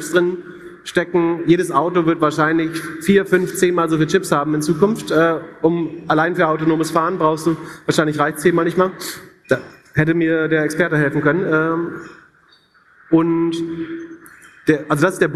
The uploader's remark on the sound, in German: Live vom OMR Festival. In dieser besonderen Folge reden wir live vor einem ~ 5000 Leute Publikum.